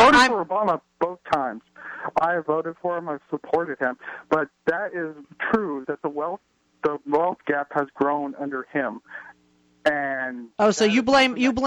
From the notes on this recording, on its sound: joined by callers